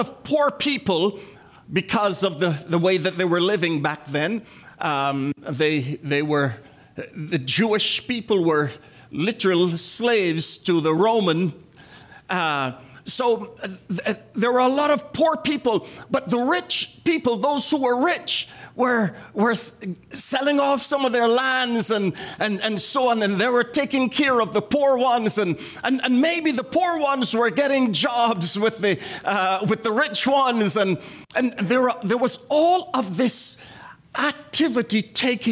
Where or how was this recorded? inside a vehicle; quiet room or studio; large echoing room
large echoing room